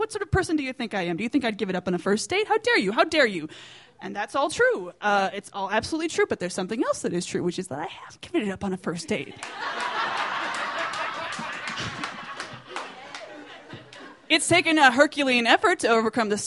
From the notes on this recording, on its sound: These stories were recorded at The Deer Pile